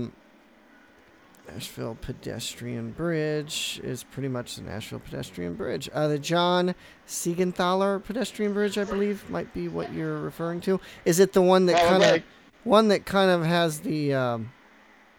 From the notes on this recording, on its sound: across the Cumberland River in downtown -- on foot